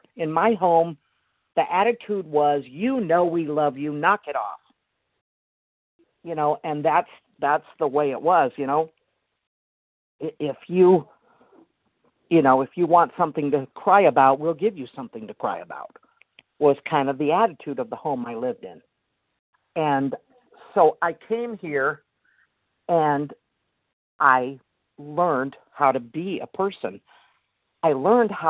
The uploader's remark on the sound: the 100 Pounders Phone Meeting, 9/1/23